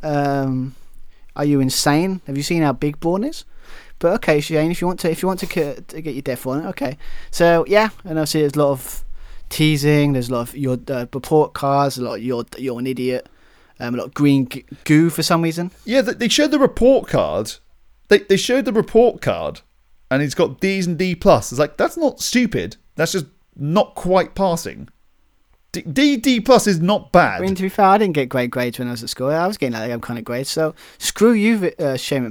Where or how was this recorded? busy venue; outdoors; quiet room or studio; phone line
quiet room or studio